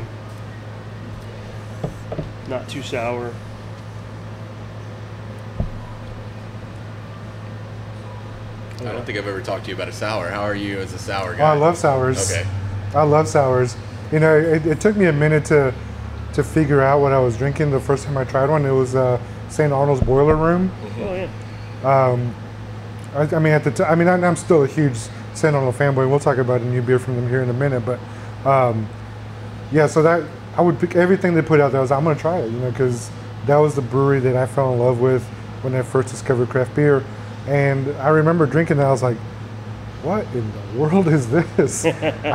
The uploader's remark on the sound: we recorded at DECA Brewing in Porter, TX